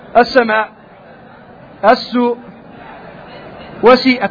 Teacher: هذا كلها بعدها همزة، فتمد أربع أو خمس حركات · Term: الواجب المتصل